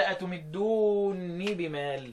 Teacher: حمزة قرأ إدغام النونين، إدغام الكبير ده، وقال قال أتمدوني بمال، فاز فثقل، طبعا بقت مثقلة.